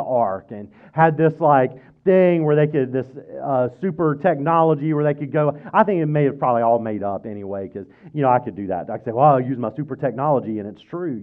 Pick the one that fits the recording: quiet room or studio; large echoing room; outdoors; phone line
large echoing room